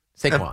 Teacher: Emphasize the first syllable, yes. Trail off, show a little respect to the second.